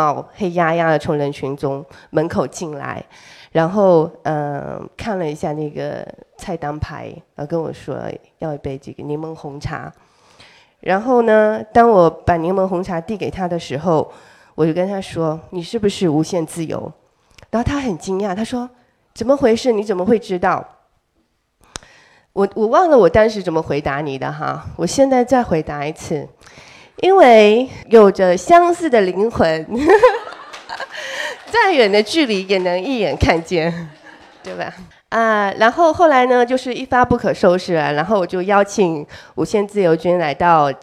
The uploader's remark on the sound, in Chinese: 厦门听友会现场